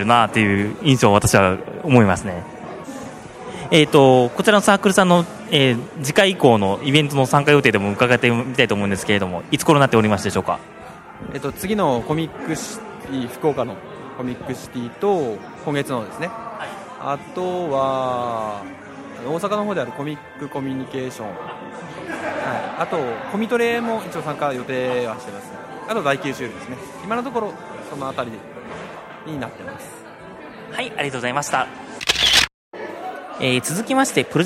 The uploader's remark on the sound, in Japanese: 北九州市の門司港にて開催された「東方久遠境retro」の会場にて収録したもの。会場で収録された臨場感をお楽しみ戴けましたら幸いです。